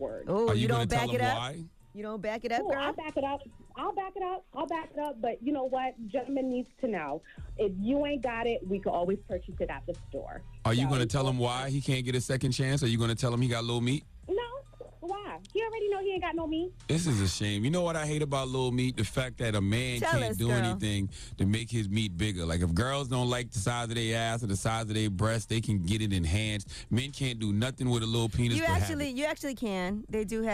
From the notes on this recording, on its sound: we opened up the phone lines